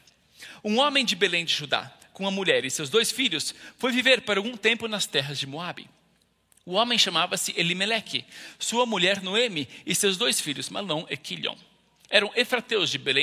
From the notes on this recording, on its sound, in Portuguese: IBMorumbi Culto Ao Vivo.